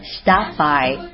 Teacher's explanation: How about we stop by the bakery and get you some bread?这个句子真心有点长，所以咱们慢慢的来组合一下。首先是这里的 How about,这是一组 How about,很好。那接下来是 We stop by, stop 的和 by 里面的字母 b 其实它的发音部位是完全一样的，所以呢连起来发一个就 OK，所以连起来的感觉是 stop by，非常好。